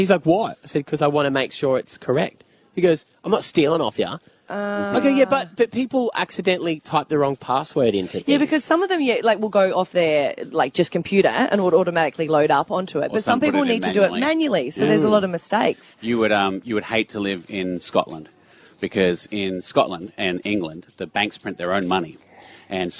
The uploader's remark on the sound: LIVE From our Camp out! YO WE CAMPING Y'ALL.